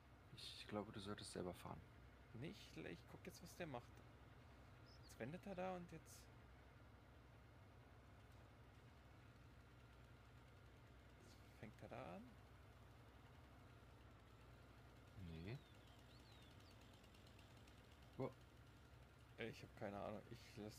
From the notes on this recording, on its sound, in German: Im Hintergrund wurde Farming Simulator gespielt, daher die coolen Sounds.